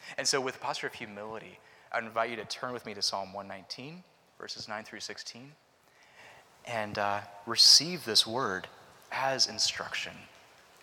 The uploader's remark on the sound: Preached at Christ Covenant Presbyterian Church, PCA (Culpeper, VA)